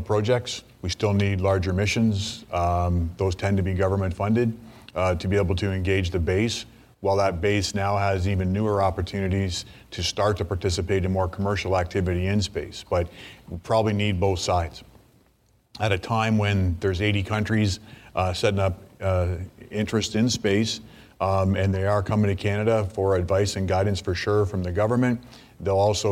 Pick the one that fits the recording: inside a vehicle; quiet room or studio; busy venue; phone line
busy venue